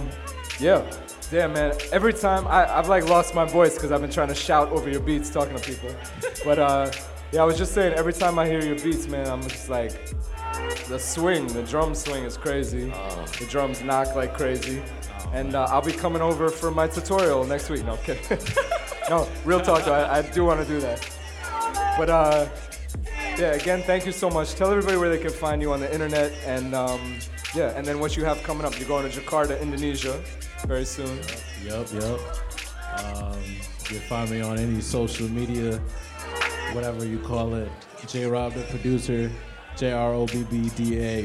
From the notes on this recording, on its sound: Broadcast live on December 6, 2018 from the storefront of Kinfolk 90 in Williamsburg, Brooklyn, New York City. Broadcast live on WAXX.fm.